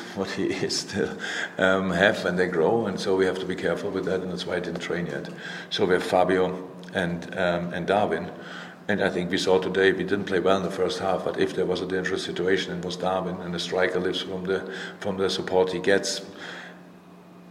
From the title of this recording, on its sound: Post-Match Press Conference